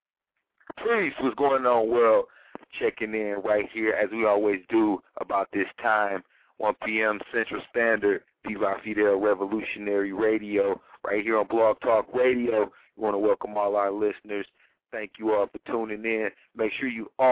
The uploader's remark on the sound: Call in show! Chat show!